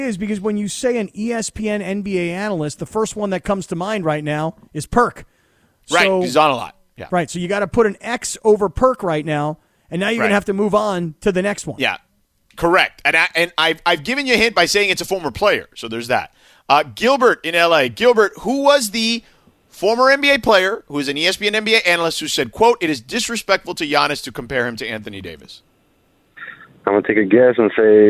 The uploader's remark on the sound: The guys open up the phone lines and allow the Laker fans to sound off on their team.